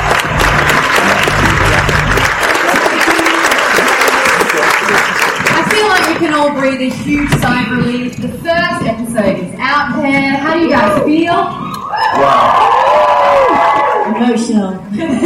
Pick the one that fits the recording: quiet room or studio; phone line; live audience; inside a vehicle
live audience